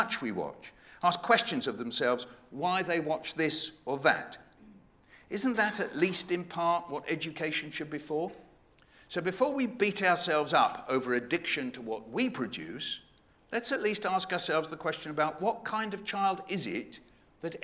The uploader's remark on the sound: CMC 2018 - Opening Keynote. Delivered the opening keynote at this year’s CMC.